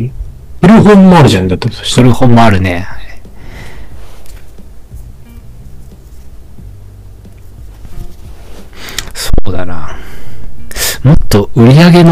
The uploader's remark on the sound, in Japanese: 前回と同様、設定ミスで軍事無線音質です。